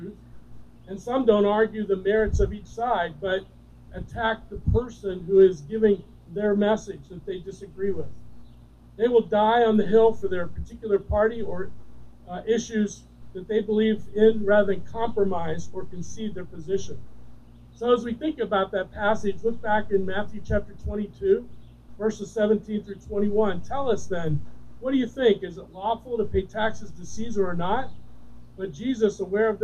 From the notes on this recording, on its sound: Recorded During an Outdoor Service